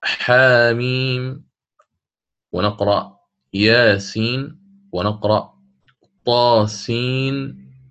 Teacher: ويكون مد طبيعي يعني حركتين، هذا ما يكون هجاؤه على حرفين ثانيهما حرف مد ورين.